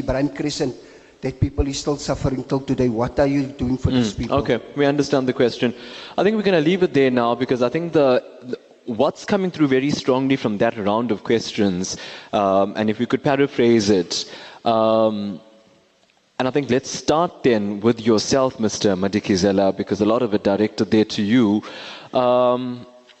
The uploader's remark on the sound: Newsbreak's Election Roadshow stops in Cape Town. The Newsbreak Election Debate Roadshow headed to Cape Town this past weekend. The team broadcasted live from the Siva Aalyam Temple Hall in Rylands.